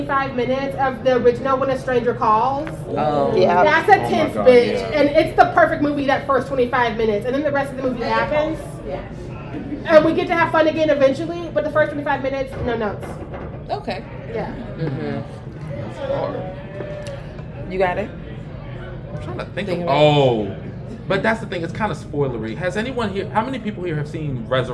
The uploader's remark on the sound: For a LIVE podcast recording at Blerdcon 2023.